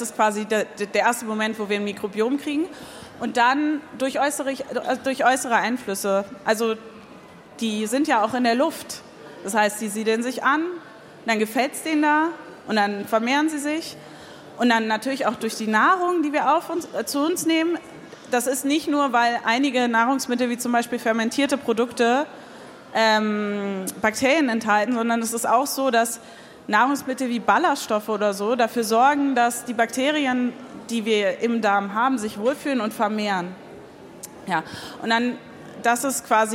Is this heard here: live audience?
yes